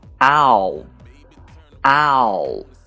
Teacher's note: 大口的 ow，以 a 开头，u 结尾